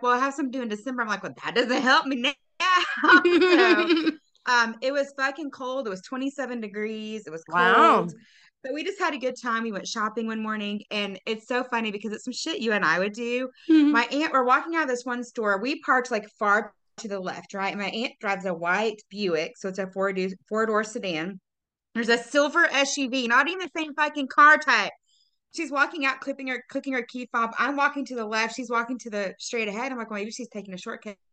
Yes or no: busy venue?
no